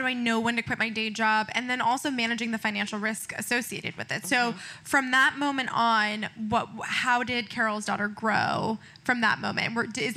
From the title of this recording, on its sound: Live from the WorkParty Tour